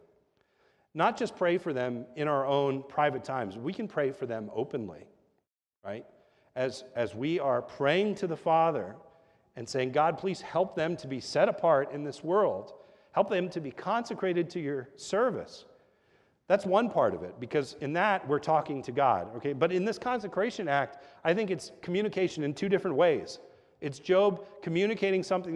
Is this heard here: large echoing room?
yes